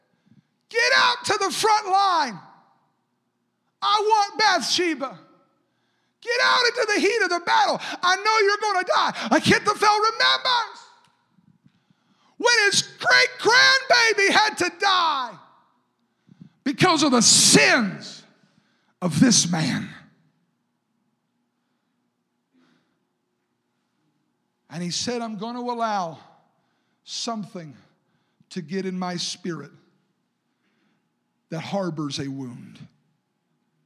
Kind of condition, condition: setting, large echoing room